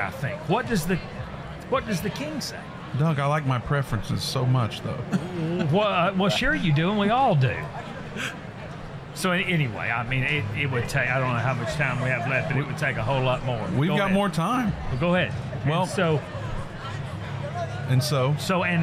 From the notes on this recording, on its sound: We are doing the show LIVE from the Indiana Convention Center in Indianapolis, Indiana.